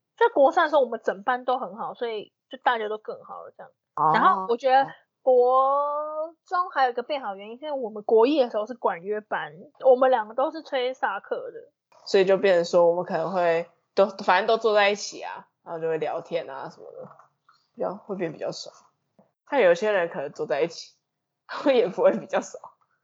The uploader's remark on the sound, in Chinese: 線上錄音 麥克風爆音 耳朵注意!